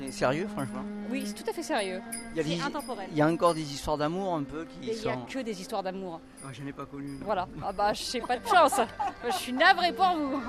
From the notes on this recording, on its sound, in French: Micro trottoir festival de Avignon 2022. Aller à l'essentiel auprès des artistes avec un micro de fortune.